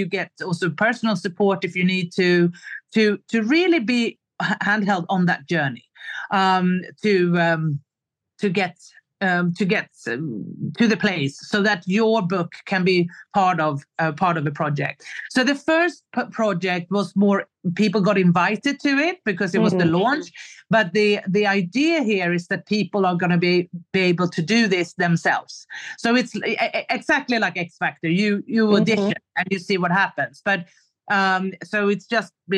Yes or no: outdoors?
no